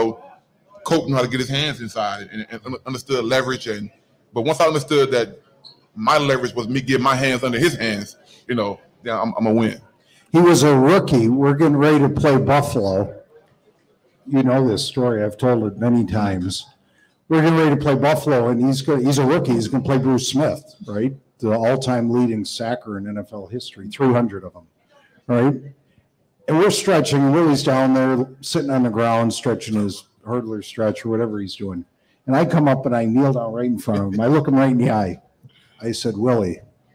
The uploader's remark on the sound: live from the Holy Grail down at the Banks